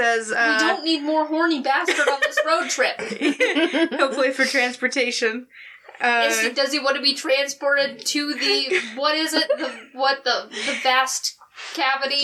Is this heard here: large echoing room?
no